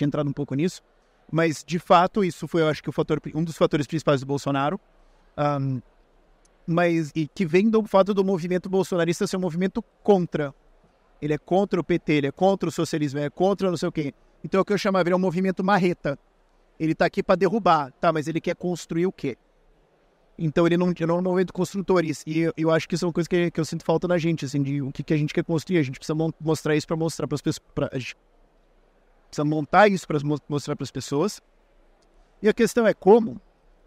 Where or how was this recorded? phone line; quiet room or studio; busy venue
busy venue